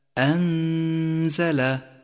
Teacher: وبعدها حرف الزاي، وهو حرف من حروف الإخفاء، والواجب هنا أن نخفي حرف النون بحرف الزاي مع غنة للنون زمنها حركتان من غير تشديد لحرف الزاي